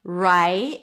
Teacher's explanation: round your lips for the R. Change it to an I as in my. Right. And bring the tongue up for a T sound at the end.